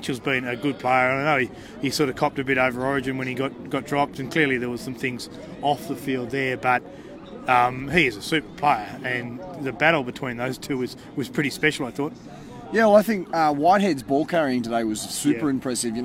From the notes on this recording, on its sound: Were at Canberra Stadium for The Greenhouse Live in Round 21.